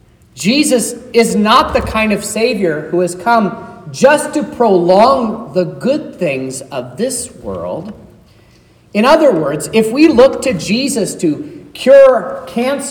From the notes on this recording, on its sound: This is the sermon preached at Trinity Lutheran Church